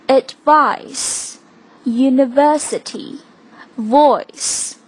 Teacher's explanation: 发这个音的时候，你的上齿应该和下唇之间发生摩擦，有这种麻麻的感觉就对了 · Term: V 的发音